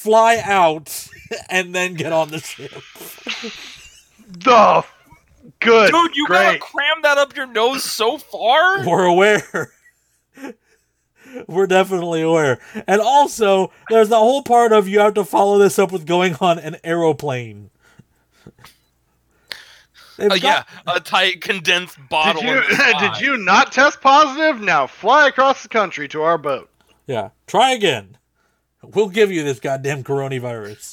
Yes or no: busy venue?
no